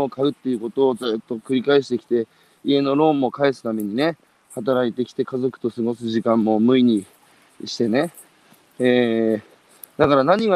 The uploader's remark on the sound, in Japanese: 歩きながら1時間、対談する